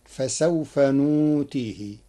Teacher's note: قرأ ورش كلمة نؤتيه بإبدال الهمز واوا للتخفيف فتصير فسوف نؤتيه.